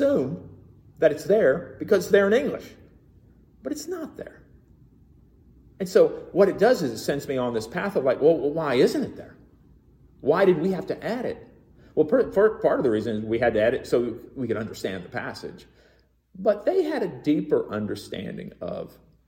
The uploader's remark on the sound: Recorded in the MPPC sanctuary